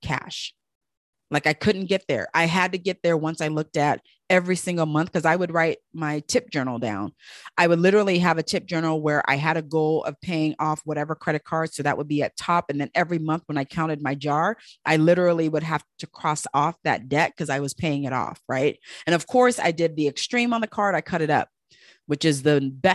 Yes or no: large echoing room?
no